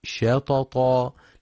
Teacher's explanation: ينتبه القارئ في كلمة شططا لترقيق الشين، فلا يفخمها بسبب مجاورة حرف الطاء المفخم